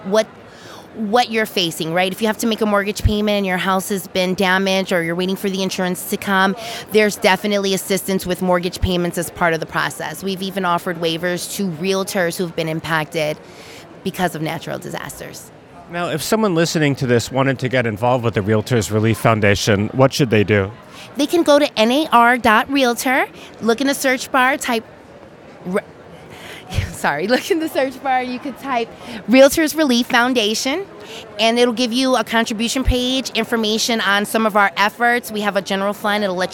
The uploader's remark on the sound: Live from the NAR Annual Conference.